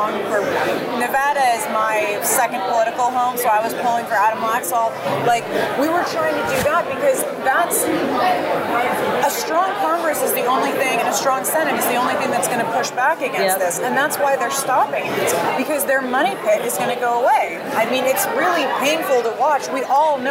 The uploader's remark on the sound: Battleground LIVE from CPAC.